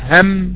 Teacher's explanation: ولذلك عندما تقرأ فلا تسمع الا همسا، انا سبق ان قلت ان استخدام الهاء والميم والسين رقي ما بعده رقي، بيشخص الدلالة تشخيصا كاملا، لان الهاء حرف لا يكاد يسمع، كان واحد يأتي ببعض دفقة الهواء التي يعني لا تسمع هاء. والميم حرف يغلق معه الفم، يعني تنطبق معه الشفتان هم، والسين حرف همس، حرف يعني لا يعني ليس له كبير صوت.